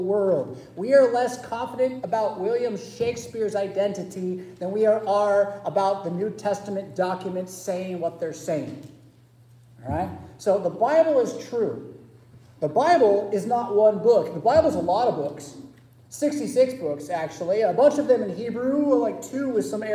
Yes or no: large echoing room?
yes